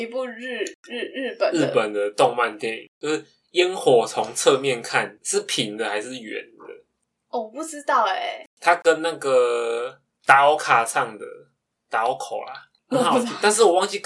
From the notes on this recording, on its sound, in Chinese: 本集麥克風收音有點nono，請大家見諒，我們正致力於優化錄音品質。